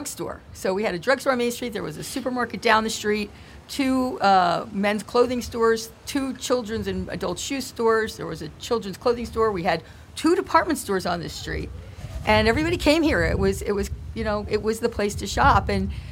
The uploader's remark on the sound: we're LIVE from Main Street in Flemington.